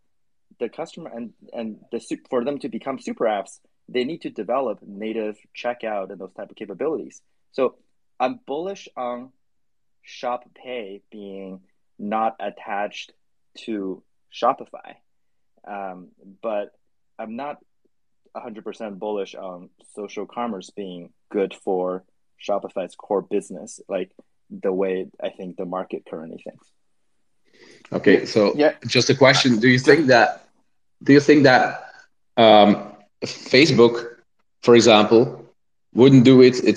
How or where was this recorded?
video call